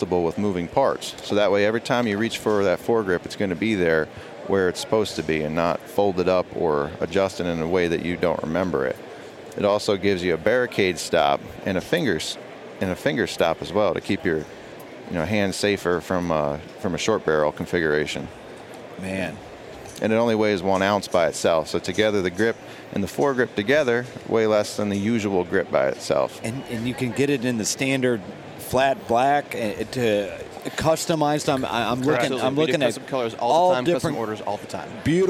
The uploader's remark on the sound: Live from the Great American Outdoor Show